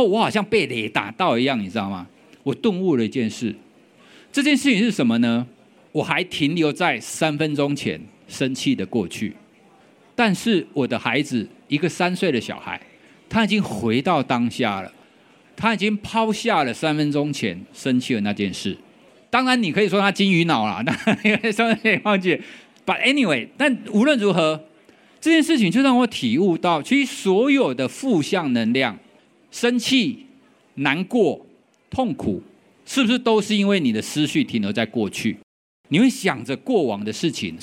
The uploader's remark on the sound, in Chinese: 本集節目為12/2我在Today at Apple的講座活動錄音